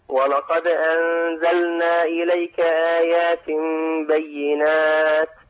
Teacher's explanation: اللام الفعل هنا لابد من اظهارها وعدم ادغامها